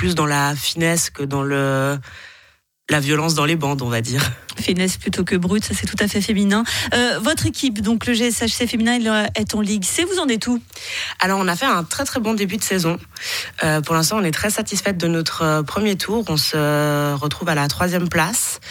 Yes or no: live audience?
no